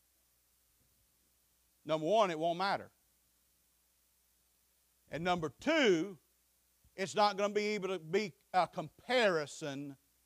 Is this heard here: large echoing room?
yes